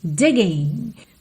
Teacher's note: a gente não pronuncia o G final das terminações ING